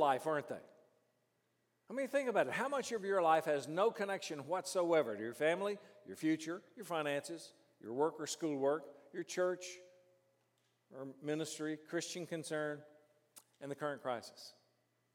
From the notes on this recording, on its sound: during the morning session of our 5|S Conference